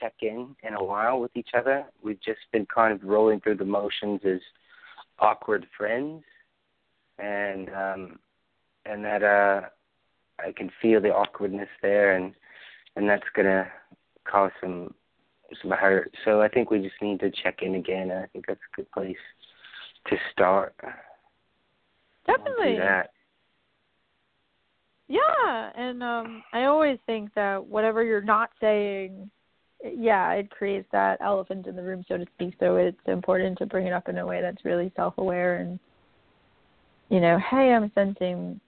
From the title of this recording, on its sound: A Call-In Show